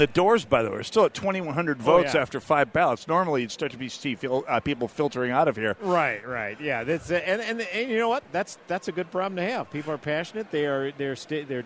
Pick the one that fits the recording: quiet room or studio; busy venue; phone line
busy venue